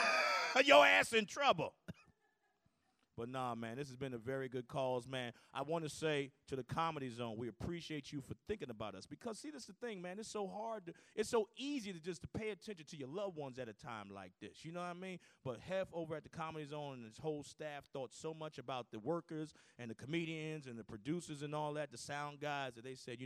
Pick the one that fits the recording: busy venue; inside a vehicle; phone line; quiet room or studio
busy venue